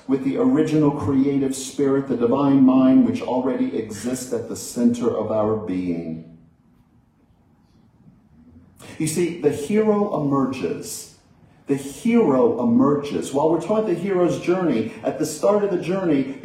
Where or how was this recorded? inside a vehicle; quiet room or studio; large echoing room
large echoing room